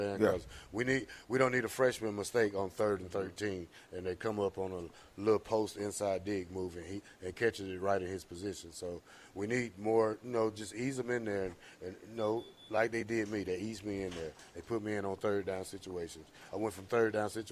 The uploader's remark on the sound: LIVE from Wingstop.